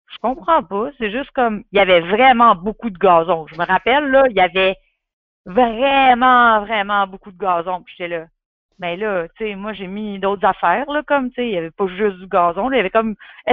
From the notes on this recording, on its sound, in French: Enregistré sur appel vocal Facebook